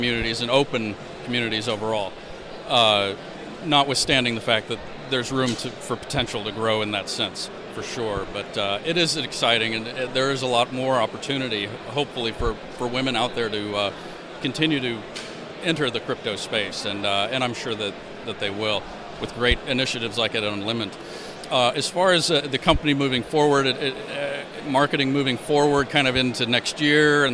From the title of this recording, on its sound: Unlimint Interview at Bitcoin Amsterdam